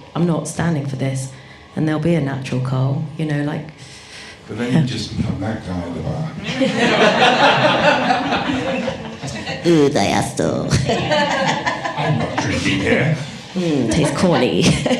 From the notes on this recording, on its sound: hosted a panel talk at a bar called Five Miles in Tottenham, North London